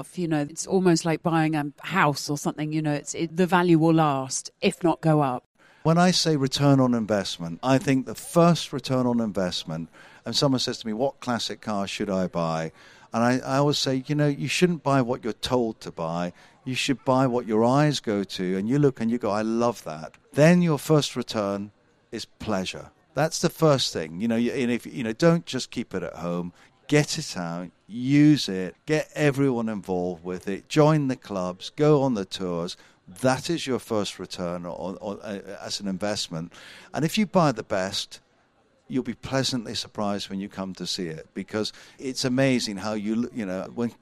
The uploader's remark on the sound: Recorded at the Concours of Elegance at Hampton Court Palace